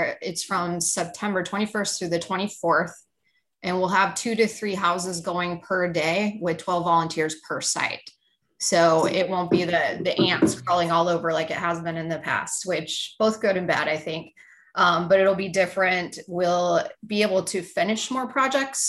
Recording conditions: video call